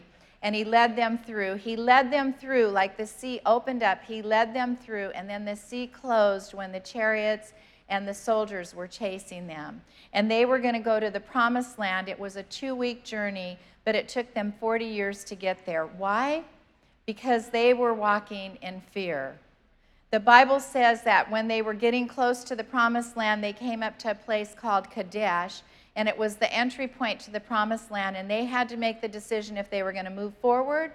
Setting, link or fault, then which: setting, large echoing room